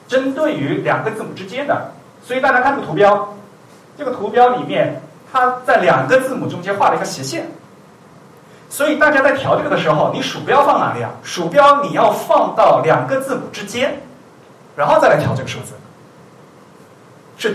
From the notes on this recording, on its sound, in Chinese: 文瀛讲坛第二期于 7 月 28 日在同济大学中芬中心开讲。本期节目为现场录音的精选剪辑版。